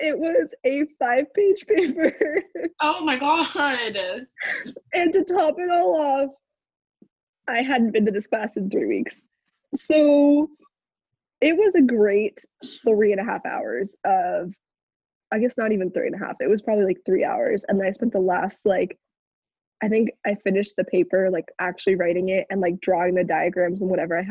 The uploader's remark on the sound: In this first-ever zoom-recorded episode.